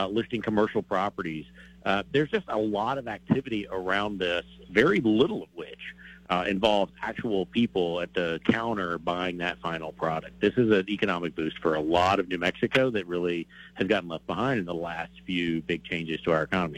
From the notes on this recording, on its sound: Takes your phone calls on the topic.